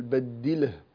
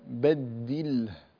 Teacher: جمع بين ساكنين بسبب الوقف، فهو الساكن الأول هو اللام ثم الهاء، فحافظ على الساكنين ولا تقلقلهما · Shown in: second take · لأن ليس واحدا منهما حرف قلقلة.